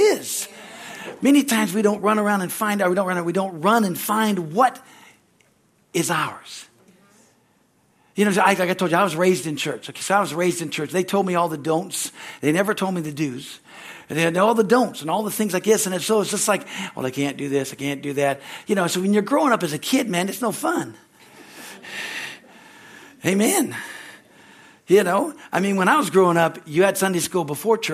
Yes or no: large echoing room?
yes